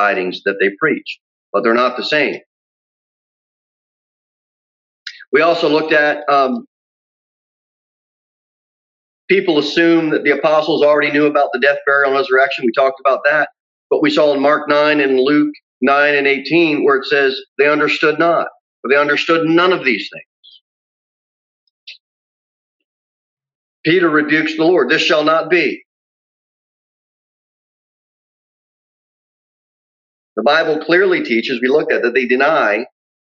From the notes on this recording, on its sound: Sermon delivered at Pilgrim Baptist Church on Thursday, April 8, 2021, at 6:15 pm. Jere Whitson Rd.